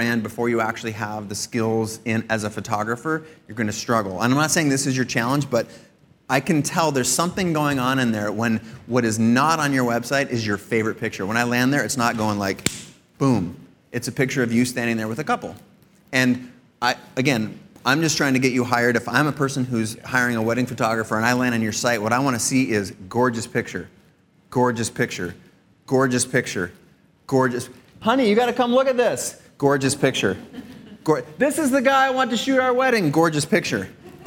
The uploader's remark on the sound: This week’s episode is my keynote from CreativeLive’s PhotoWeek. On stage, I sit down with four brave volunteers.